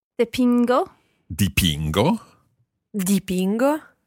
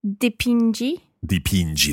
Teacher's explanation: where the first person and the sixth person, the third person plural, have a hard sound, the hard G sound · Shown in: first take